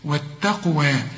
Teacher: والقاف هنا هنقلقلها لأن برضو القاف عليها السكون